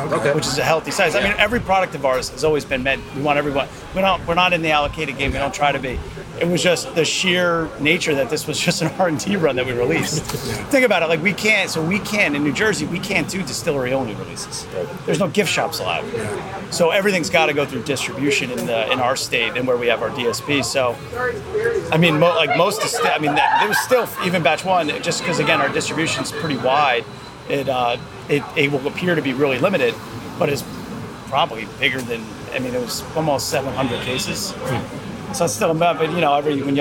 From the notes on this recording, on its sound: At this year's Kentucky Bourbon Festival